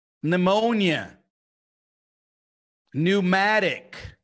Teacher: quando é P seguido de N, o P é mudo